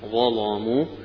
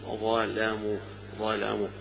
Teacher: الظاء مفخمة فخم اللام معها كأنه إتباع في التفخيم · Shown in: first take · وله أيضا يقرأ كالجمهور ظلموا، ظلموا بالترقيق فيه.